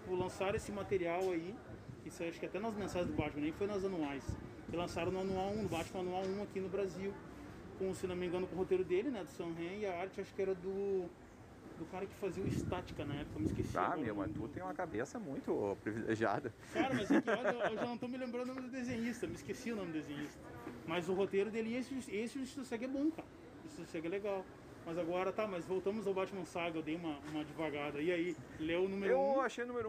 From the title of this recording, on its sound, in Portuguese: direto da feira do livro de santa maria 2021